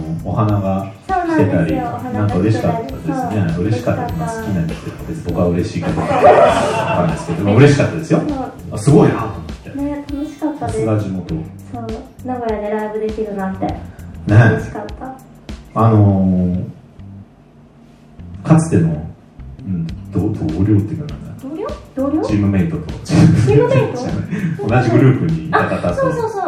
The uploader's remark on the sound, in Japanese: 公開収録